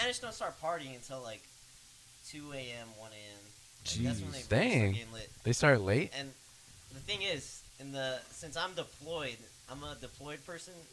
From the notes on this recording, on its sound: constantly remind each other to speak into the mic